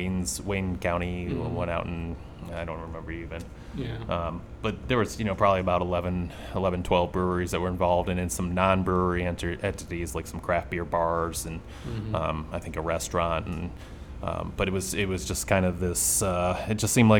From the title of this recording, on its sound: Live From Nostalgia Brewing Company